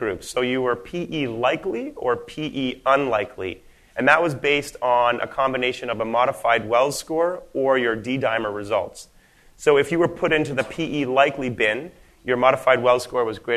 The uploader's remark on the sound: the first part of the live recording